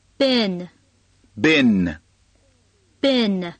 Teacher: 记住了后面的 n 也不要忘记发了，如果不发 n 的话呢听起来就像蜜蜂或者是类似这样的东西，一定是一个 been，声音气息从鼻子出来